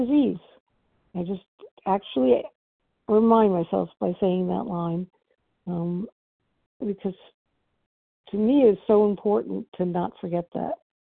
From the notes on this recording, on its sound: From the 100 Pounders Phone Meeting, 2/24/23.